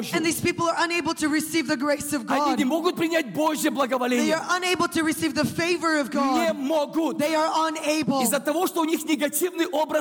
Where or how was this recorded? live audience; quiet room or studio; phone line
live audience